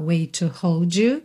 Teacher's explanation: Wait com to, junta num T só.